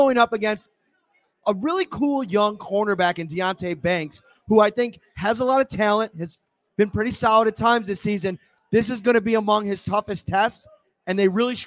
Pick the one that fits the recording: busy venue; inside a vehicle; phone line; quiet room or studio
busy venue